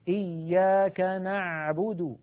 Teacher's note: أريد أن أنبهكم على شيء، العين التي اعتدنا في أكثر العاميات المعاصرة أن ننطقها هي أعلى من العين الفصيحة. العين الفصيحة أعمق بقليل من العين التي اعتدنا أن ننطقها بالعاميات. يعني مثلا كثيرا ما نسمع إياك نعبد نعبد، يعني الصوت إيش هذا نعبد، لابد من أن نعمقه، إياك نعبد هكذا العين الفصيحة.